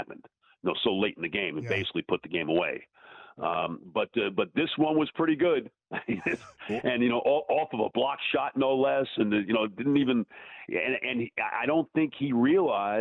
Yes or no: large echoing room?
no